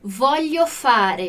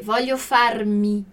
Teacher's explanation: Virou uma palavra só porque juntou com fare. E a gente vê que o ezinho final do fare caiu · Shown in: second take